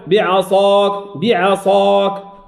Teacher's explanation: الصاد مستعلية بل مطبقة وفي حالة الإشباع، إشباع الفتحة · Term: أعلى مرتبة تفخيم